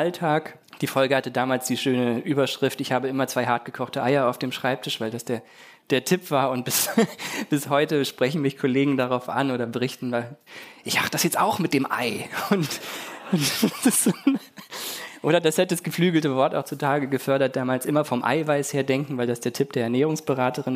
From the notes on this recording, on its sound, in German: Auf dem ZEIT ONLINE Podcast-Festival. Diese Themen vor Livepublikum diskutiert.